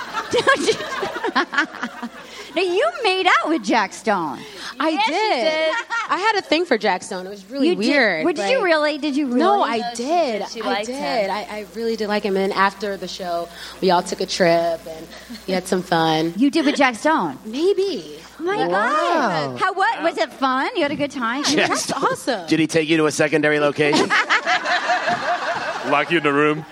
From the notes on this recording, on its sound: The gang's all in San Fransisco live from Cobb's Comedy Club at San Fransisco Sketchfest!